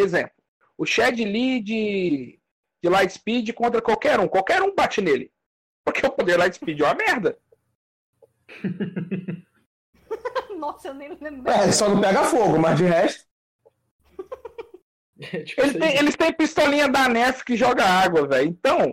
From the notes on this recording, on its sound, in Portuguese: A edição ta mais cagada que o normal? Esse programa foi editado mais uma vez via celular, na raça, durante a quarentena em que estamos e sem uma refinada no áudio.